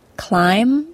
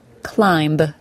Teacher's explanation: climb is the M sound, not a B sound · Shown in: first take